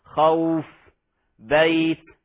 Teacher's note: المد الواو والياء الساكنتين المفتوح ما قبلهما حال الوقف · Term: المد اللين